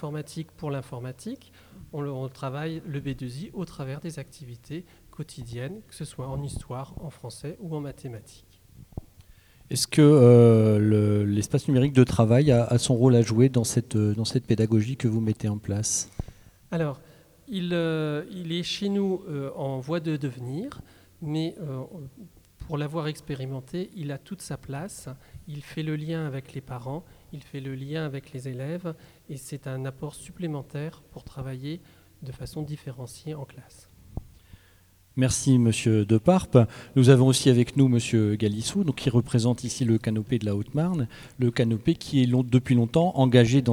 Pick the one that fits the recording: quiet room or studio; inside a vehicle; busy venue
busy venue